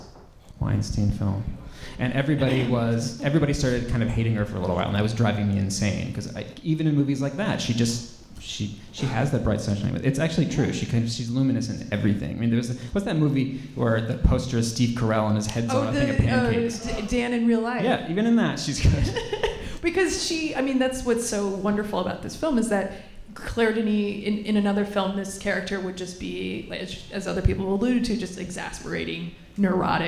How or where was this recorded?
live audience